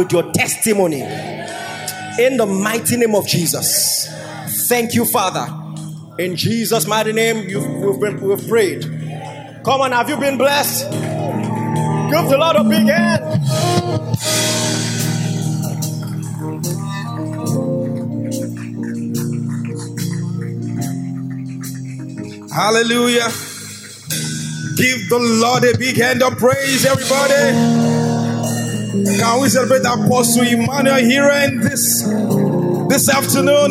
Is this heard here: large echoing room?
yes